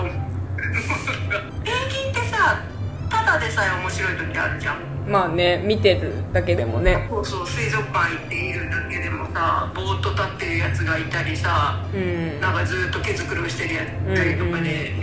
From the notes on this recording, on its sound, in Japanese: カラオケルームで収録しているため、音声がいつもより聞きづらいかと思います…ごめんなさいー